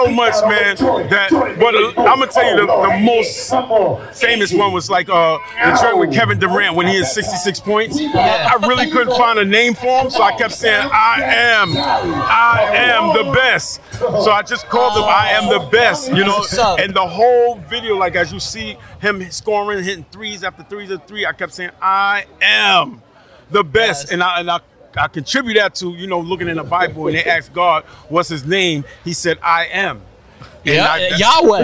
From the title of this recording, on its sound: LIVE from Rucker Park